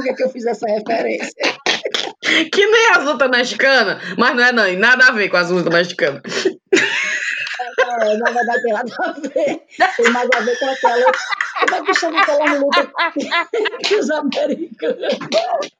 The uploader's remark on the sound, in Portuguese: Ainda estamos procurando uma maneira legal pra garantir um áudio bom de se escutar, mas tá dificil. Esse áudio de qualidade duvidosa.